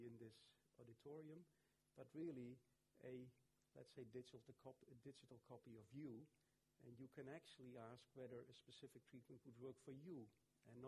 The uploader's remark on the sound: Recorded at the Science Museum on 27 September 2017